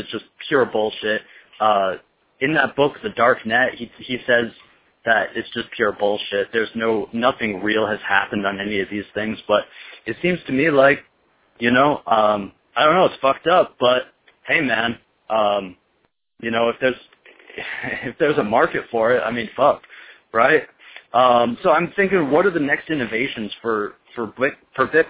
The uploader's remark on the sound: Another call in show. I fucked up the recording of my voice because I left the recorder on a table that reverberates and it impacted the recording.